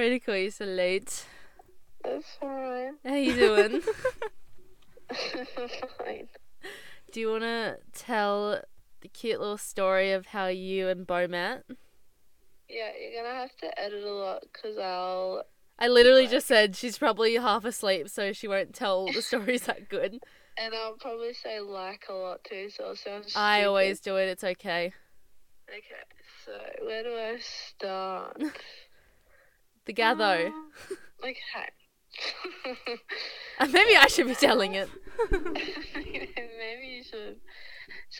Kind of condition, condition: setting, inside a vehicle